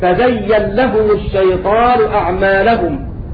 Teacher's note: أضغمنا النون في اللام لأن النون وقعت بعد متحرك